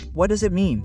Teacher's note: the D is a soft R